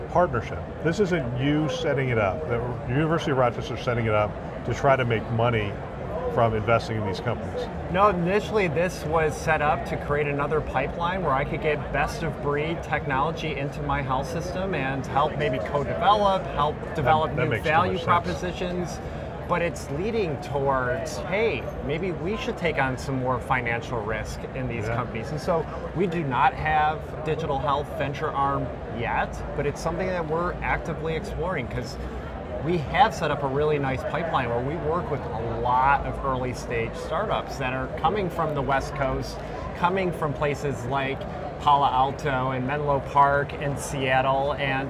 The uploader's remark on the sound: Interview in Action live from ViVe 2023